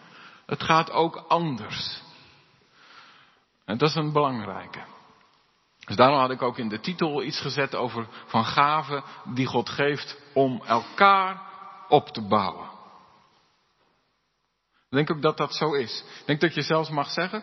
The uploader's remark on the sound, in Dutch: De preek is op 22 mei opgenomen in De Hoeksteen in Haren